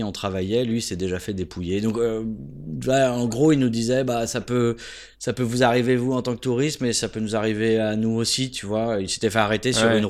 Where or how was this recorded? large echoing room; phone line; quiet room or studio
quiet room or studio